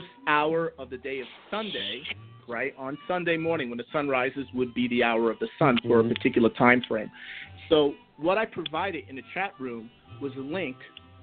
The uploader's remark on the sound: a real, live call-in show